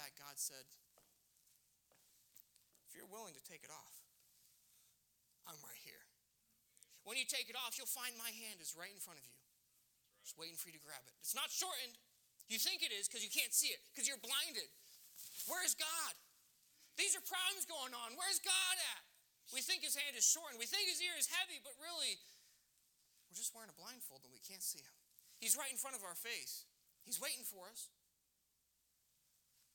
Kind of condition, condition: setting, large echoing room